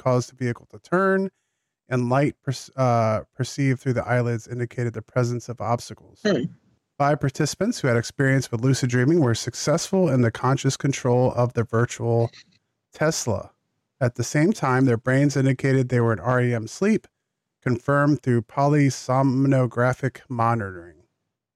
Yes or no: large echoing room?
no